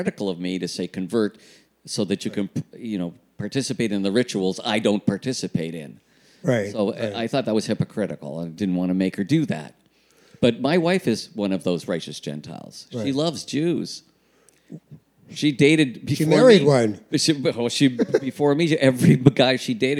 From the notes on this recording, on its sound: Part of a series of live tapings of The CJN's podcast Not That Kind of Rabbi. At the Prosserman JCC. As part of a series of live tapings of The CJN's podcast Not That Kind of Rabbi.